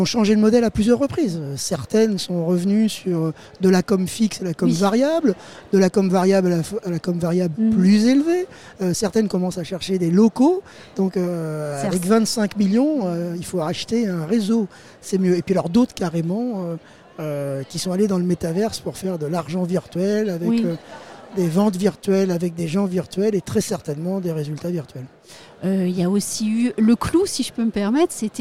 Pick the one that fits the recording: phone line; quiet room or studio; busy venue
busy venue